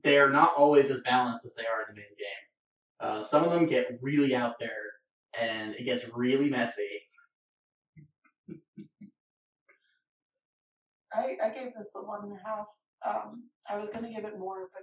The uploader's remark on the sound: Sorry in advance for some of the audio quality, we were dealing with a very pesky echo.